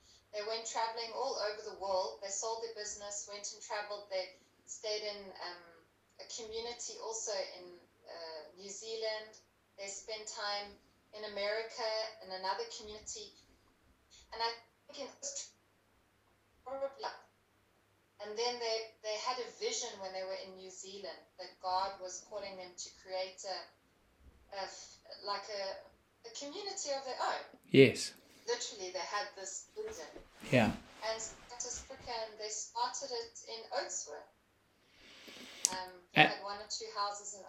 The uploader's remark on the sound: Apologises for the poor sound quality.